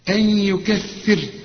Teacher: إذا وقفت على الراء رقق لأن الراء اللي يسبقها كسر